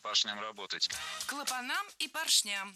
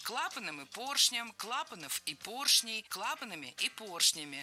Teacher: Должно быть клапаном и поршнем, так как перед нами слова с неподвижным ударением на основе. И в них ударение всегда падает на первый слог. · Shown in: second take